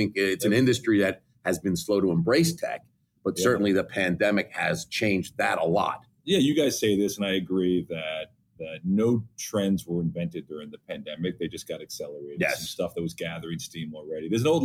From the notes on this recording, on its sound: Were on the road and with a special edition live from FSTEC in Dallas.